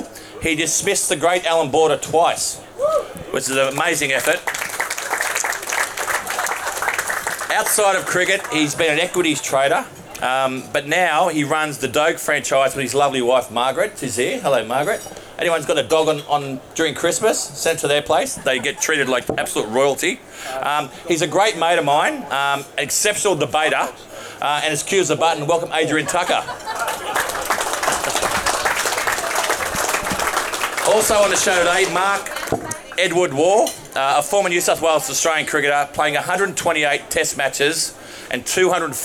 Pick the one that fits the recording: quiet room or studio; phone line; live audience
live audience